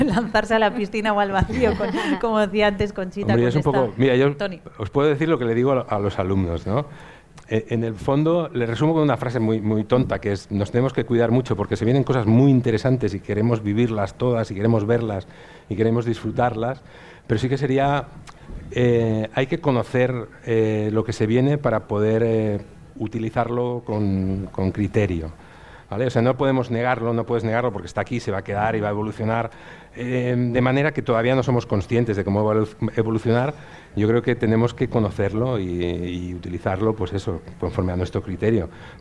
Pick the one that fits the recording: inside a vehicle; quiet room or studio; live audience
live audience